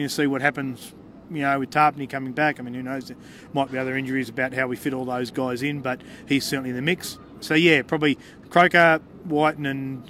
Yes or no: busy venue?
yes